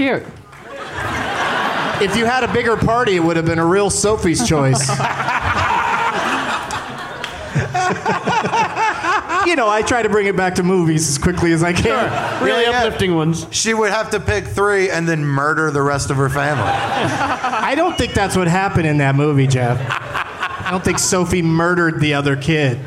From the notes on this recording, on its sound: Live from the San Jose Improv